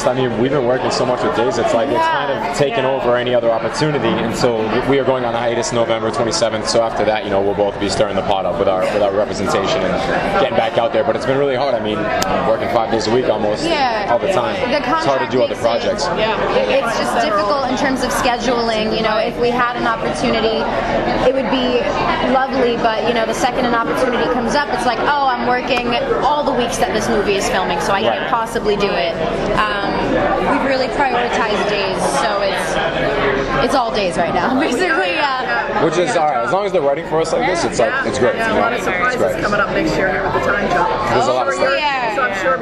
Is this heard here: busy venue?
yes